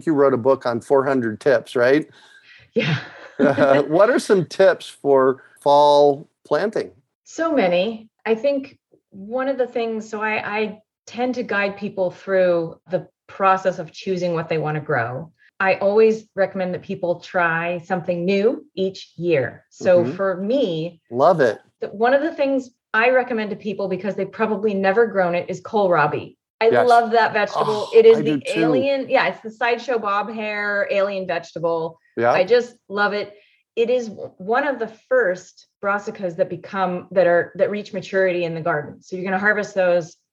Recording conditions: video call